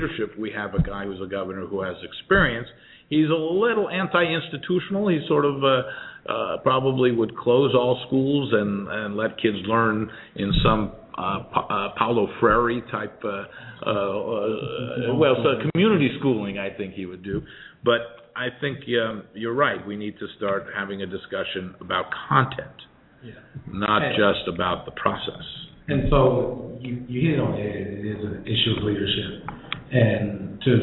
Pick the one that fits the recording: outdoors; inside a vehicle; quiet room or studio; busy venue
busy venue